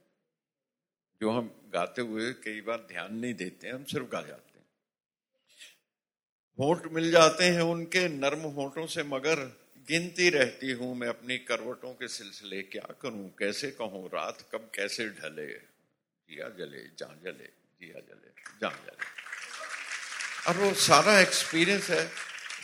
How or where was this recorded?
live audience